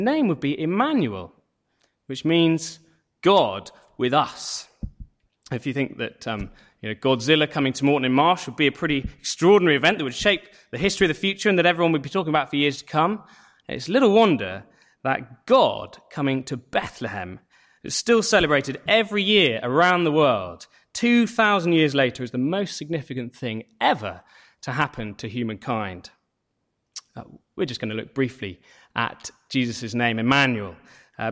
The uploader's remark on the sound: Sermon from St David's Church Moreton-in-Marsh, Evening Carol Service